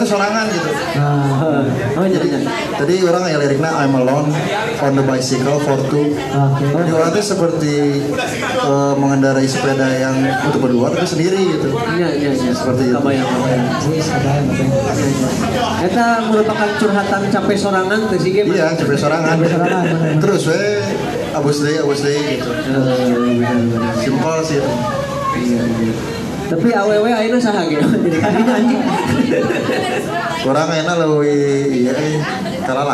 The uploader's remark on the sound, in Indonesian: Live at Markat Coffee Bandung 19 Februari 2022